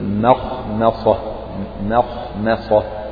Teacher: من حروف التفخيم، وأما الميم فمن حروف الترقيق. فيقول لك يعني رقق ميم مخمصة، أو حاذر تفخيم ميم مخمصة